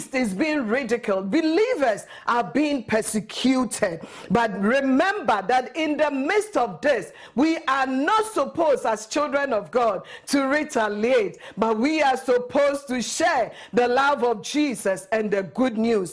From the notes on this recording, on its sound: at Living Word Assembly of God Church